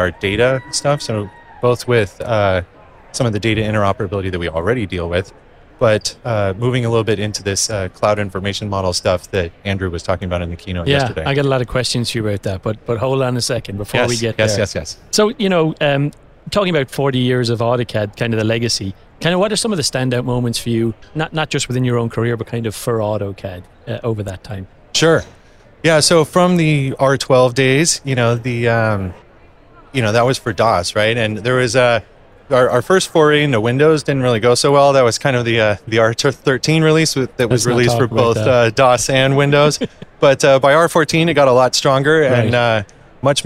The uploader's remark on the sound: Recorded live from the show floor at Autodesk University 2022.